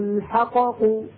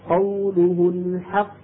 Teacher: القاف الأولى الساكنة خرجت بالتصادم على القاعدة الأصلية ولا تقلقل · Shown in: second take · لأننا لو قلقلناها لنفك الإدغام.